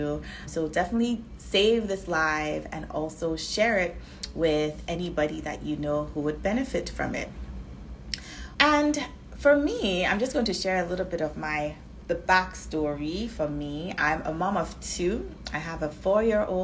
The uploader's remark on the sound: This episode is a recording of an Instagram live